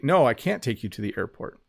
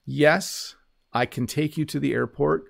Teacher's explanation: I hardly pronounce the T on can't · Shown in: first take